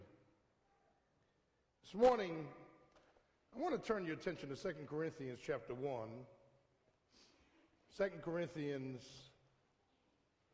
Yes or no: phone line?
no